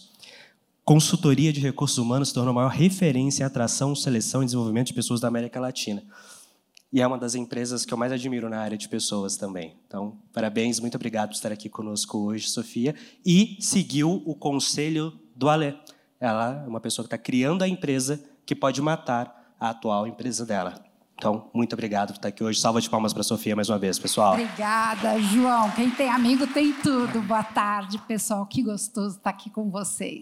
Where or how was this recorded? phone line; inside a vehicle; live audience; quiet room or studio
live audience